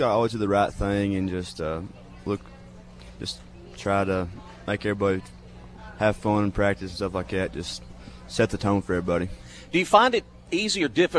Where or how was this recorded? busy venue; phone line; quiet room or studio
busy venue